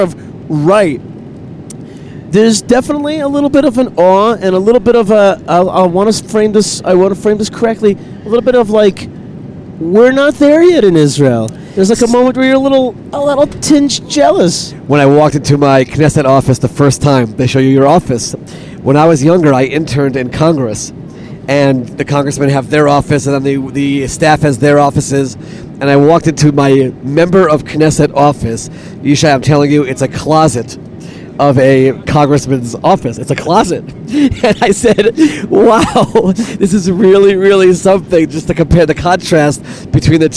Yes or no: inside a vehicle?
yes